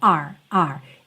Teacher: É muito comum que essa palavra venha dita de forma muito rápida, e aí ela tem praticamente o som da letra R só